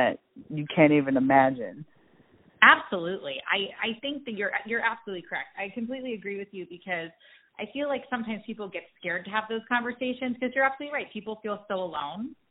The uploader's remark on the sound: joins the podcast via phone